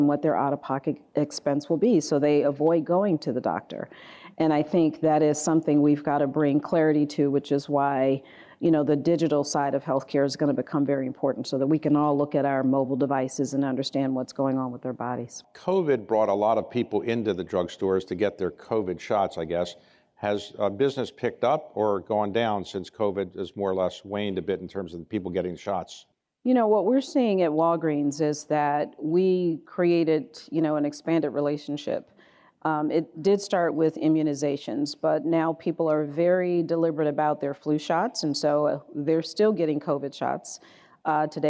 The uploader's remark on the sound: This interview was recorded Dec. At an Economic Club of Washington, DC event in Washington.